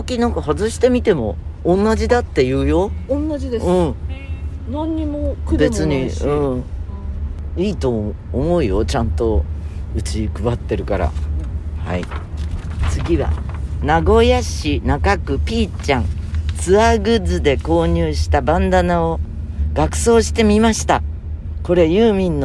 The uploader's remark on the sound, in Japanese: 今週も車の中からコニャニャチワ。